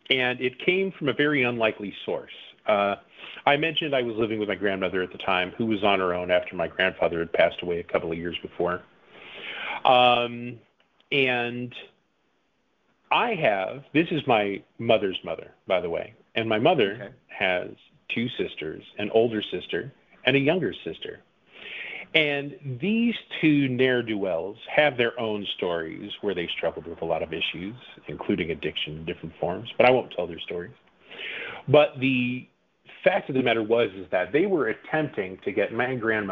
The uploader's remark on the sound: The audio is a bit muddy because it was a phone